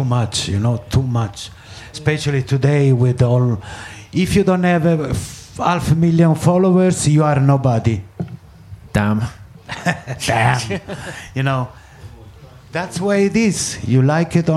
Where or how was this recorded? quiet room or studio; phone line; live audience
live audience